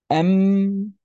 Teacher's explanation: أما بالنسبة للميم فإن هذه الميم تخرج بانطباق الشفتين، ويصاحب ذاك الانطباق غنة تخرج من الخيشوم